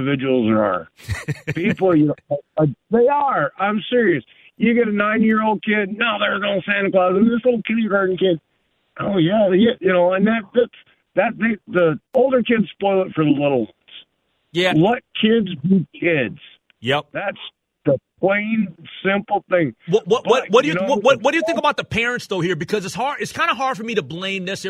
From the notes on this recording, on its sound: takes these questions to the phone lines and lets the listeners offer their thoughts